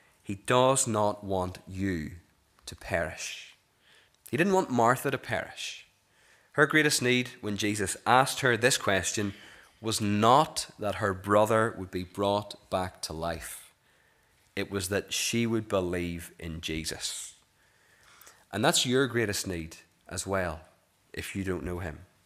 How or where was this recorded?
large echoing room